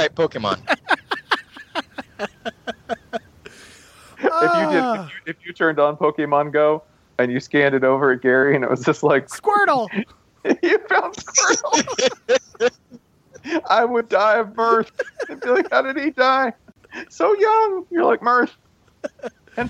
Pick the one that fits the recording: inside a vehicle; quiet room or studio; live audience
inside a vehicle